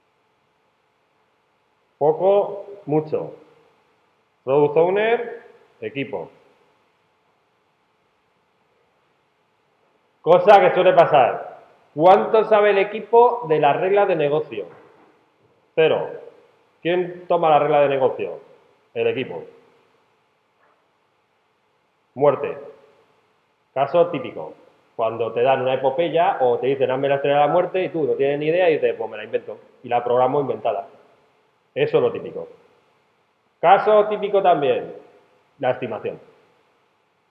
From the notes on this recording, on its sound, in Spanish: Grabado en una clase